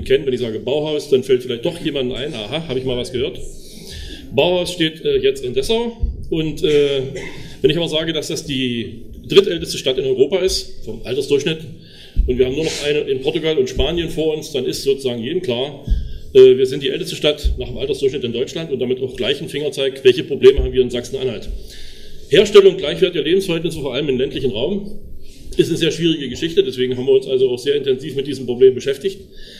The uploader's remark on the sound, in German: Mitschnitte eines Workshops des Forums Wirtschafts- und Sozialpolitik im Juni 2015